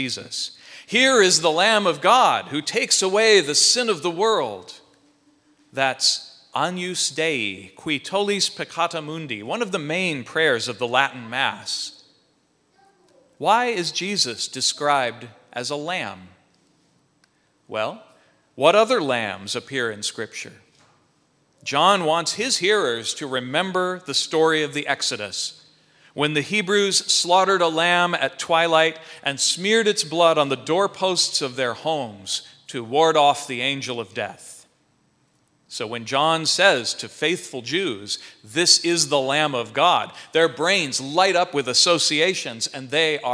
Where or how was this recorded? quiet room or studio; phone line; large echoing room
large echoing room